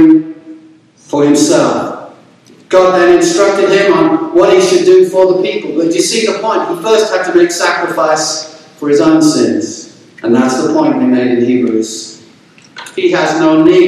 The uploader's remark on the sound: There were technical difficulties with the audio in this sermon but hopefully it is good enough for you to hear the message.